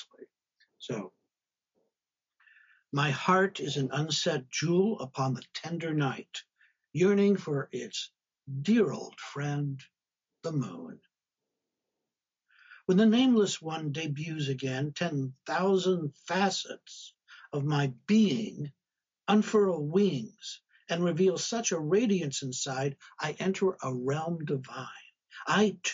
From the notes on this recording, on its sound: Live discussion from 13 February, 2022 on Zoom